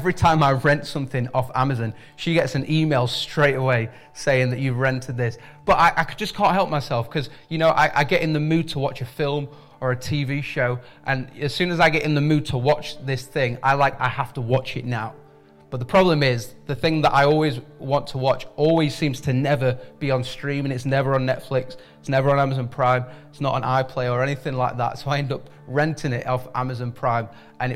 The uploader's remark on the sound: IKON Church. Recorded at the Chesterfield Campus this is the message from the service broadcast.